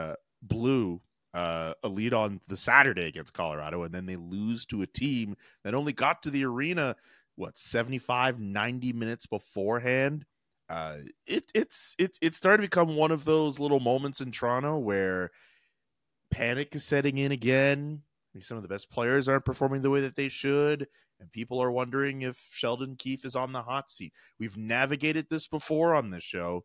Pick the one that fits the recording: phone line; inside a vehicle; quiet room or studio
quiet room or studio